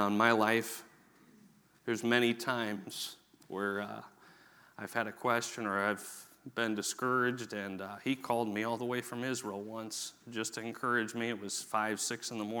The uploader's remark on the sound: Sunday morning message from the 2024 Victory Conference at Falls Baptist Church